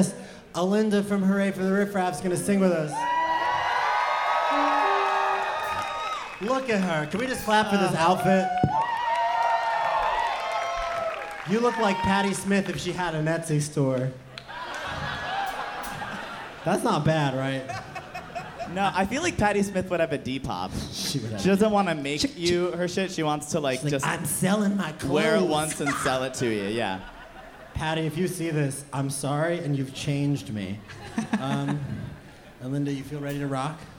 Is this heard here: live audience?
yes